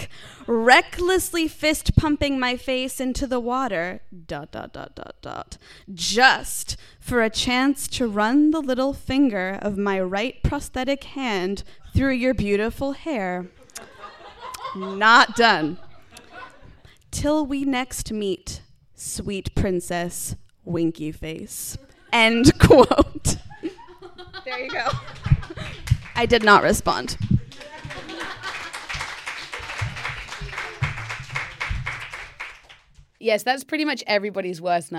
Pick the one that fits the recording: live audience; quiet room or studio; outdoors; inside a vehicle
live audience